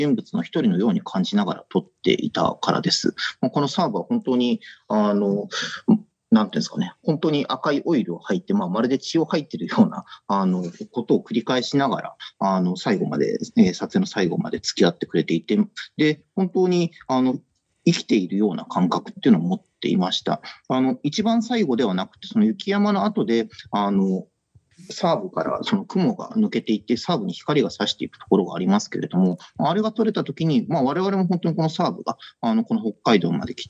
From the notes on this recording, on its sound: The conversation took place via Zoom